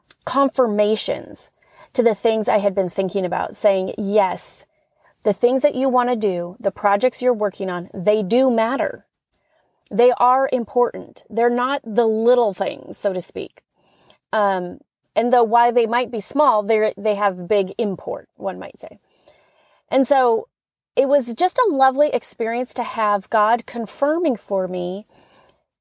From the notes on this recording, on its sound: You'll notice the sound quality shifts when she goes from outside to inside -- but it's always clear.